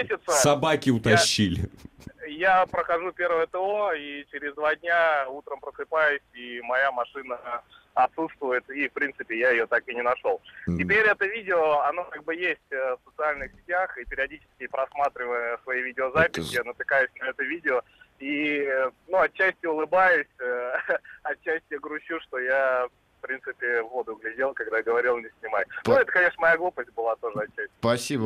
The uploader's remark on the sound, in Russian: по телефону прокомментировал тему